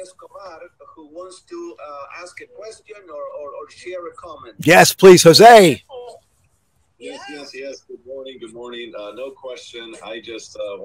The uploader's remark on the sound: This Episode originally streamed live on location at Princeton Battlefield State Park. State park in Princeton, New Jersey. The audio from this podcast was taken directly from this live stream.